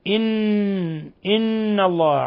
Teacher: حرف غن مشدد يغن مقدار حركتين